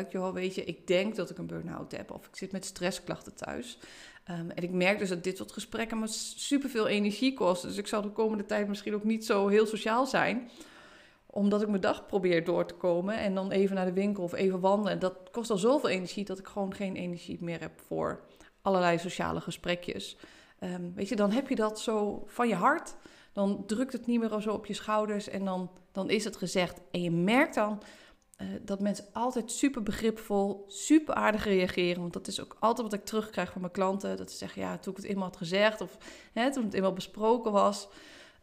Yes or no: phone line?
no